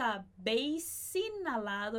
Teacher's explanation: esse S de habéis no finalzinho, ele vai juntar com o I de inhalado. E esse H de inalado não vai ser pronunciado, mesmo dando muita vontade.